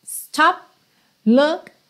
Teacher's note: percebe que esse P do stop corta o som mesmo